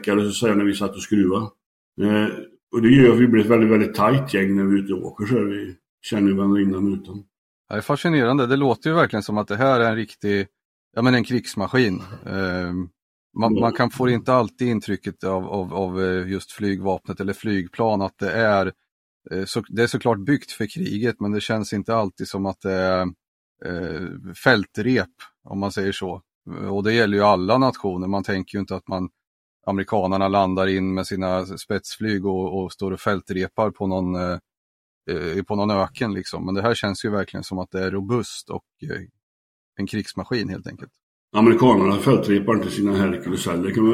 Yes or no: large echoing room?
no